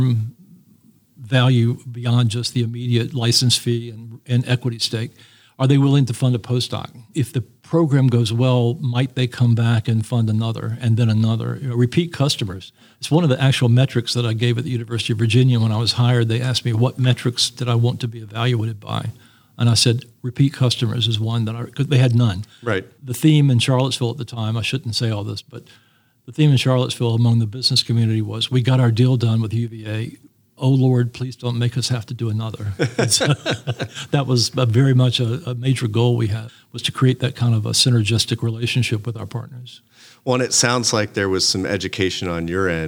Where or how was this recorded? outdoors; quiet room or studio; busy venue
busy venue